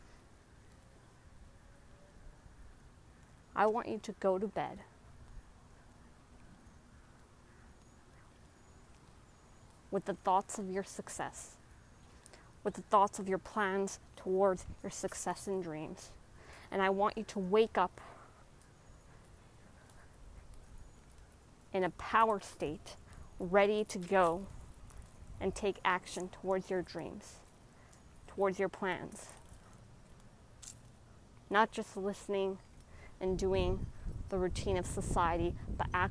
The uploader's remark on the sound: Walk and talk with me.